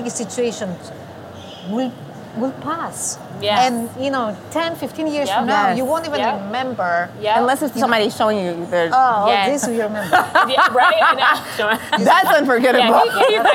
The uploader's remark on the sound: In this special Halloween episode, taped live at SmileCon 2023 in Orlando.